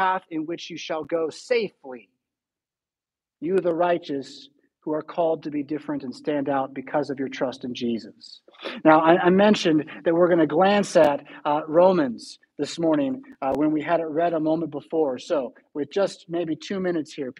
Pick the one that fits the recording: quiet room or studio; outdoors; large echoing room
large echoing room